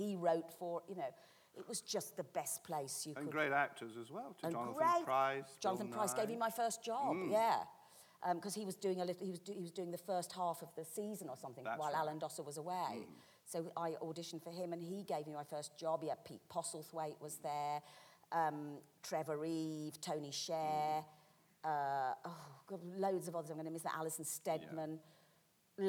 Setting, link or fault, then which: setting, live audience